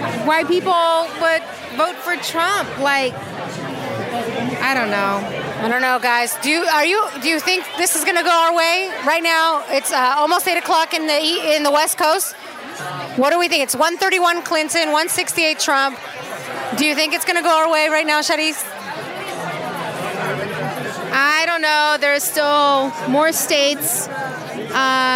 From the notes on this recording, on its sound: These two #traveisas bring a mic to an election night party in #DTLA and speak to #Latinas a they watch the election. We also join the #DrugPolicyAlliance at their #Prop64 victory party.